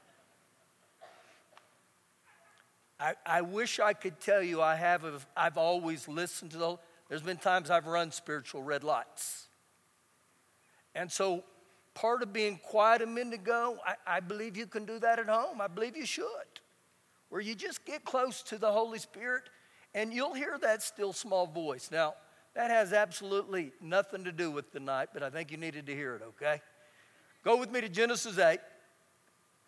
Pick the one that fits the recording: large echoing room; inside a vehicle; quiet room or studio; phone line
large echoing room